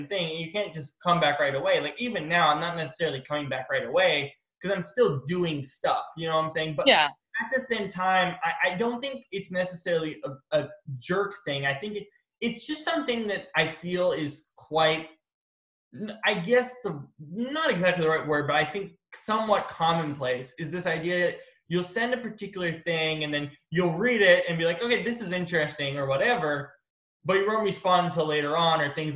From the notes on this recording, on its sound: Are on Zoom for a special edition episode of Hat Trick Sports Talk.